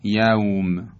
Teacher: صفت لین به معنای نرمی، سهولت، و معتقدند که 2 حرف واو و یا ساکن ما قبل مفتوح دارای صفت لین هستند، یعنی صدا در هنگام تلفظ این 2 حرف بسیار نرم و راحت تلفظ میشه